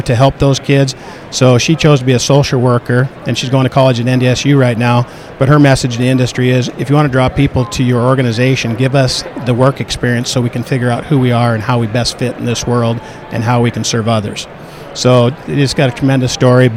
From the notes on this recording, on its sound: at the Williston Basin Petroleum Conference